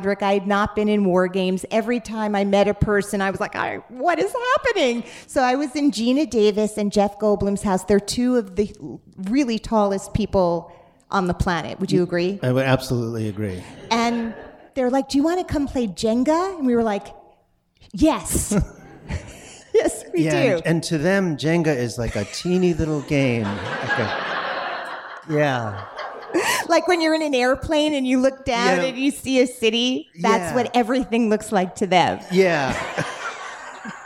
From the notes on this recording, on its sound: Recorded Live. For a live podcast event with proceeds from ticket sales going to The Trevor Project.